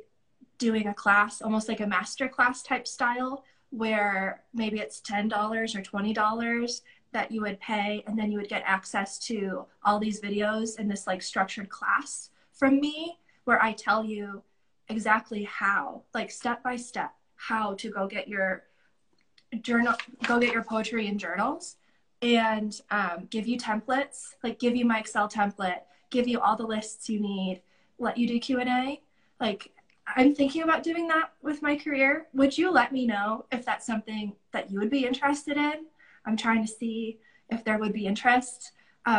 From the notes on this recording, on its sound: This event was originally a live (virtual) event that included audience questions.